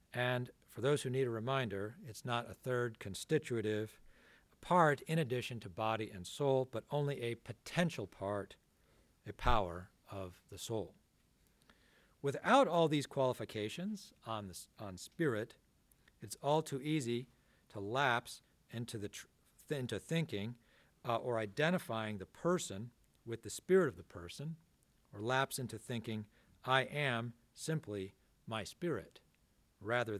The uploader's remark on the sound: This talk was given on February 18th, 2023 at the Dominican House of Studies in Washington, D.